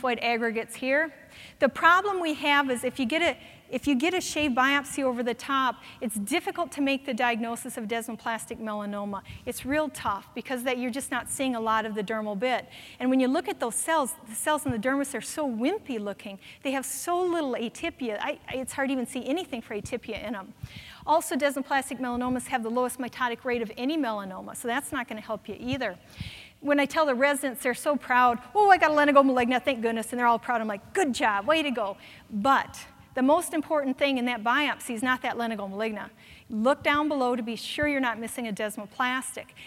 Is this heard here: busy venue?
yes